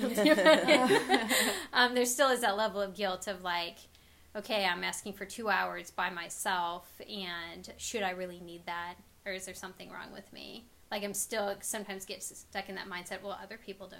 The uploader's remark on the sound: We know the audio is rather shotty on this one. We had some mic malfunctions but didn't want to re-record the whole thing!